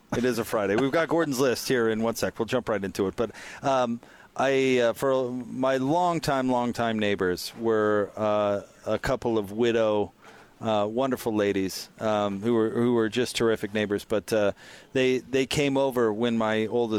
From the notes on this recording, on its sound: LIVE at The Warehouse.